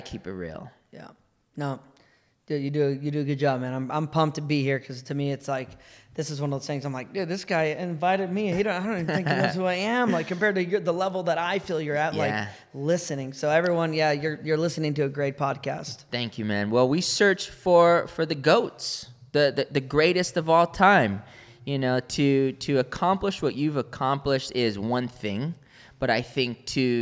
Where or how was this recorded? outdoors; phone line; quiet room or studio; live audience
live audience